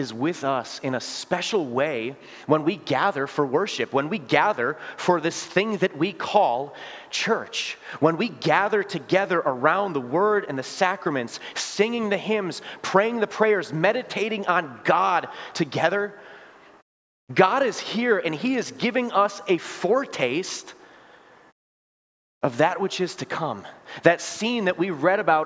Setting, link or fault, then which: setting, large echoing room